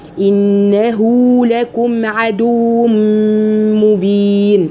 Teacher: إنه هنا فيها ضمير وقعت ما بين متحركين اللي هو النون الساكنة اللي قبلها المشددة، قصدي اللي قبلها مفتوحة، واللام اللي بعدها مفتوحة، فلما هاء الضمير بتقع ما بين متحركين لازم تمد مد صلة صغرى